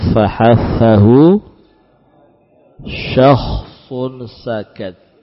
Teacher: Suara yang lirih akibat terbukanya dua pita suara. · Term: sifat hamas